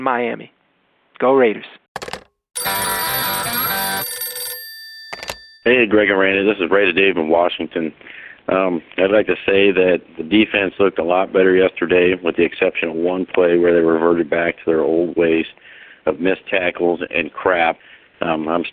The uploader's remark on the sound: Raider Nation “Boneline” Call-in Segment